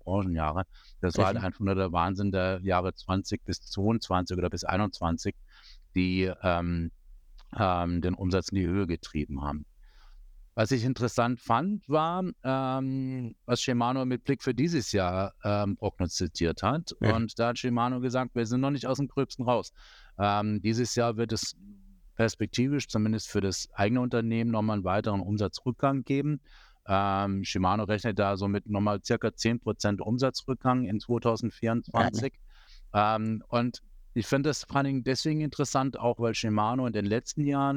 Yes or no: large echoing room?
no